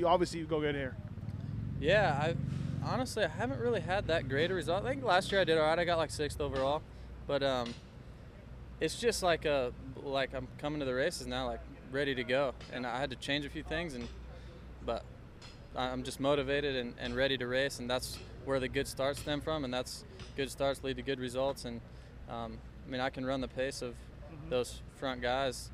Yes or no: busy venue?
yes